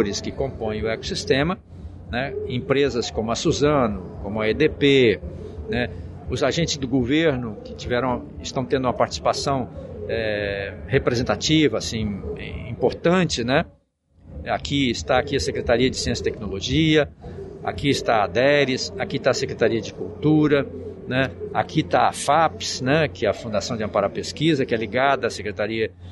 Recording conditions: busy venue